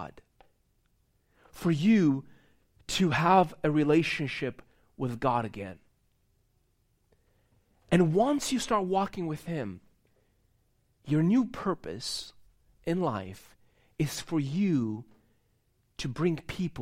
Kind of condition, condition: setting, large echoing room